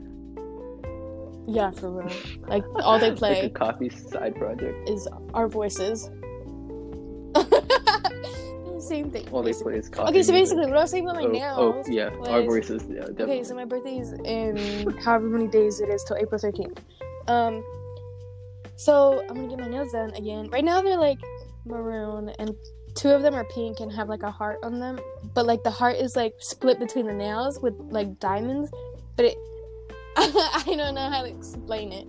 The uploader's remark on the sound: Audio kinda moody.